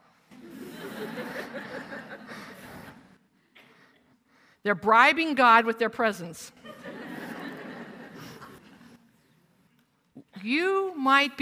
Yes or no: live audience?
yes